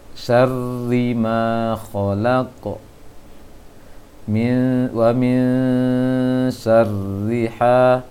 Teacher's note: Kemudian kursi yang berikutnya selain tipis untuk ro ini, getaran ro masih harus ada, jangan sampai hilang, hanya saja tidak boleh terlalu banyak getarannya, syar tidak seperti itu kali, tetapi dia harus nampak juga getarannya, jangan sampai hilang getaran dari ro.